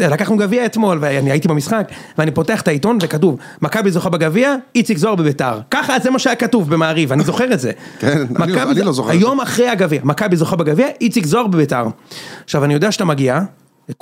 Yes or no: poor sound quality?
no